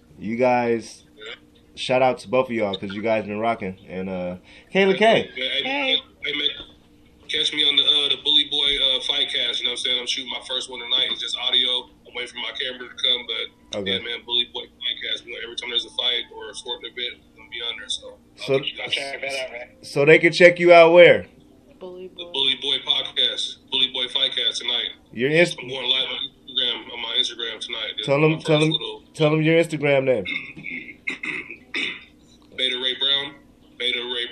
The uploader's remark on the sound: Live Zoom podcast